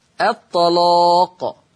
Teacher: الطلاق سمعين صوت التغليظ للام، الطلاق. ما حكم اللام التغليظ قولا واحدا، والسبب لأنها مفتوحة ومسبوقة أو وقبلها طاء مفتوحة، وقبلها طاء مفتوحة.